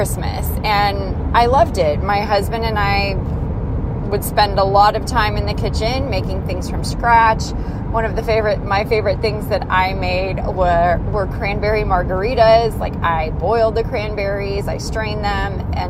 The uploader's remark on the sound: This episode was recorded while en route to the only "mall" we have in Missoula.